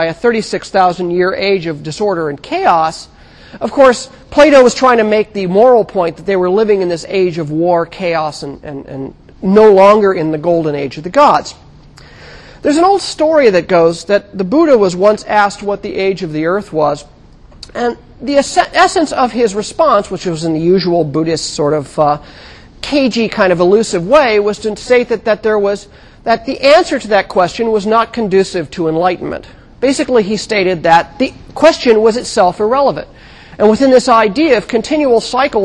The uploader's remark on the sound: Recorded 2007 Oct 29 in 1000 McPherson Lab on the Columbus campus of The Ohio State University. Recorded 2007 Oct 29 in 1000 McPherson Lab on the Columbus campus of The Ohio State University.